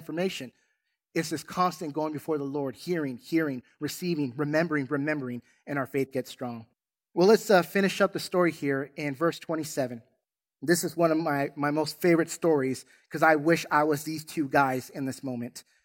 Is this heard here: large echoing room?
yes